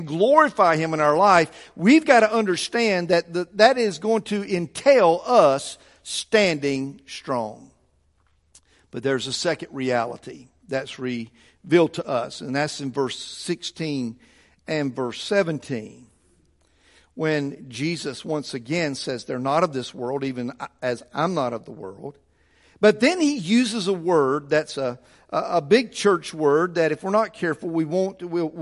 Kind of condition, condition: setting, large echoing room